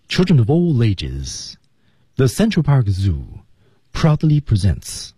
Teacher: Central Park Zoo 还可以比较平，然后 proudly presents 提高音量了